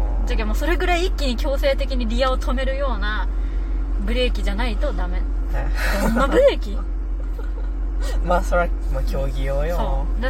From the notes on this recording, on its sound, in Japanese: 冷房をかけた車内で録ってるので雑音あります。